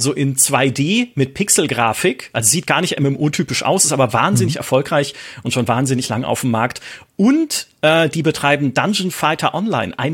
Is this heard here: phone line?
no